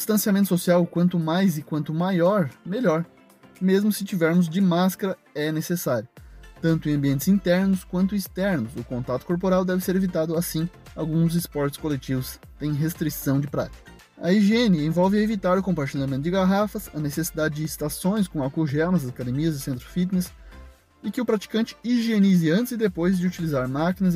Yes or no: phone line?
no